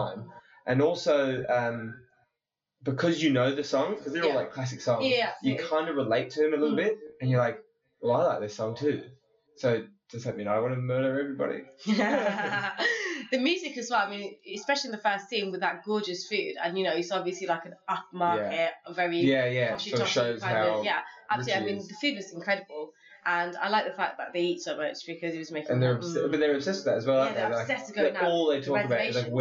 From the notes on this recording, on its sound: The sound quality is terrible but it gets much better after this episode.